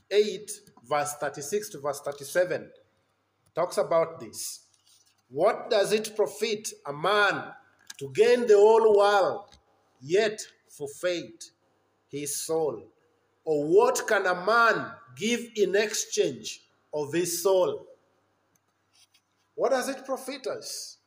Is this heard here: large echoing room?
yes